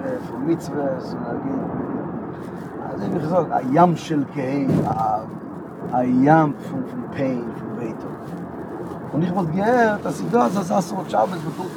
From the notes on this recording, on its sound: On The Way From JFK To Stony Point